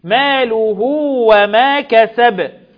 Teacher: هاء الضمير هنا وقعت ما بين متحركين فحكمها الصلة بمد بمقدار طبيعي